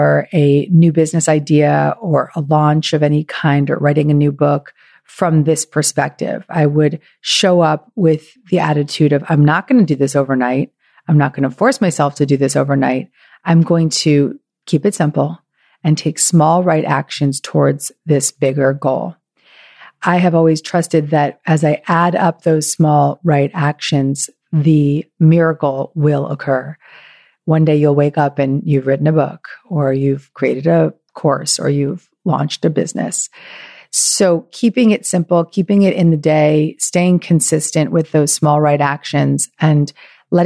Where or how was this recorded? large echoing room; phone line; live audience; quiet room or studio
quiet room or studio